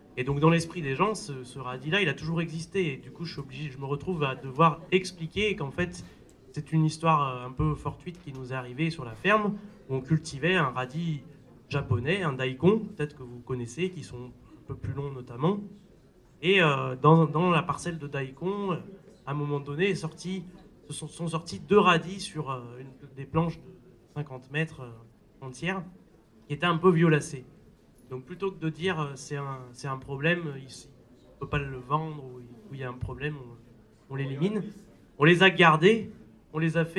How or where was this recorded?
busy venue